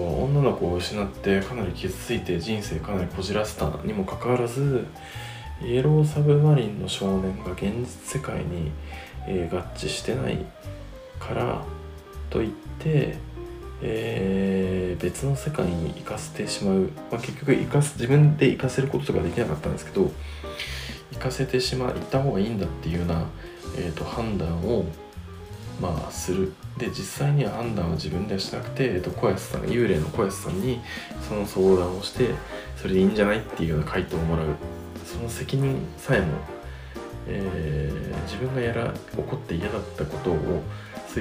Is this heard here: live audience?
no